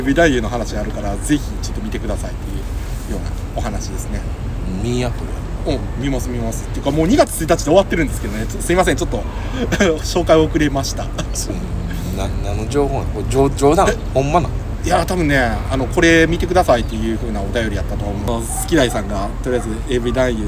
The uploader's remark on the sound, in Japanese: 極寒な公園のpodcast収録は難しい